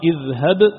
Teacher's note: بغير إدغام اذهب تظهر القلقلة، اذهب بكتابي، لكن عند الإدغام اذهب بكتابي، فلا ينطق حرفان